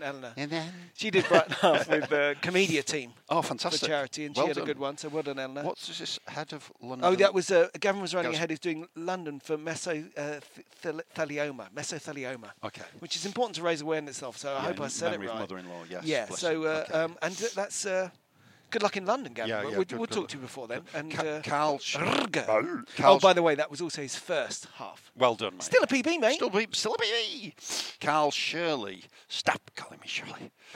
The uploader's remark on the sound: take their new recorders for a freezing cold, snowy trot round Hampstead Heath, featuring little birds singing and small dogs yapping